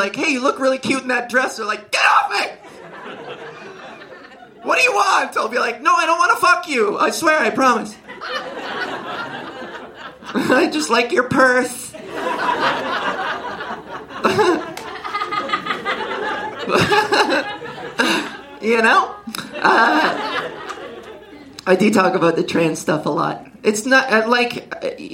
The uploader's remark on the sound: LIVE SHOW RECORDING. My first ever live show!!